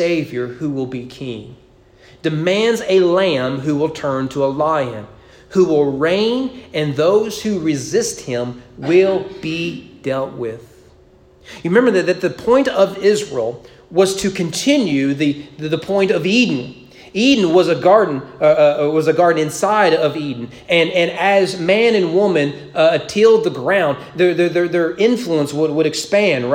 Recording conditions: large echoing room